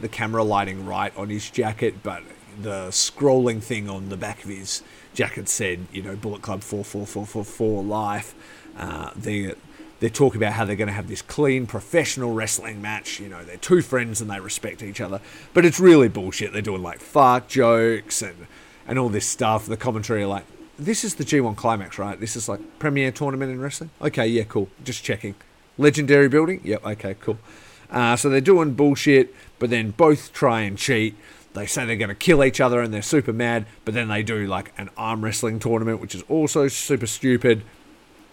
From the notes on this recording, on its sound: Live on location from a rainy warehouse